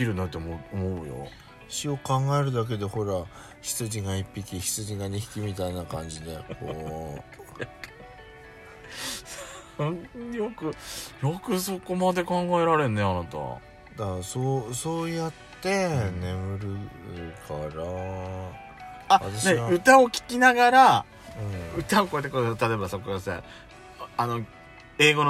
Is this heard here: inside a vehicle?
yes